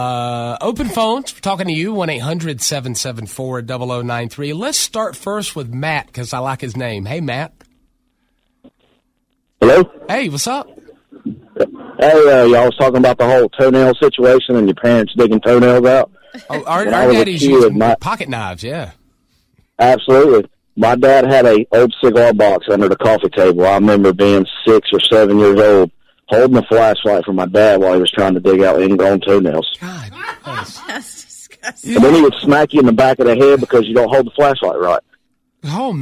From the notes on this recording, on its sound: OPEN PHONES.